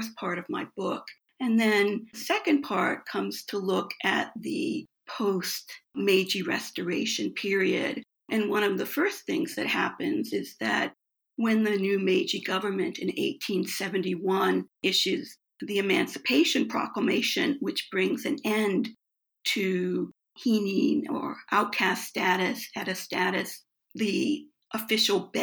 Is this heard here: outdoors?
no